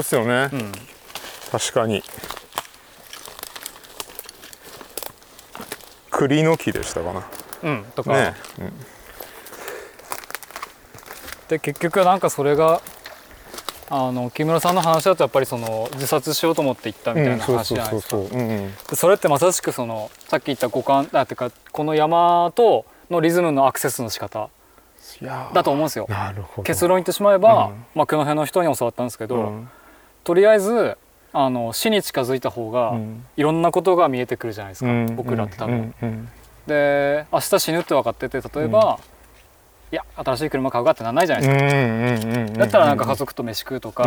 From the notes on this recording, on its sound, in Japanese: 誰かと散歩しながら収録しております。青森県野辺地町の 自遊木民族珈琲 の。現在お世話をしている森の中を散歩しながら、いろいろお話をしてみました。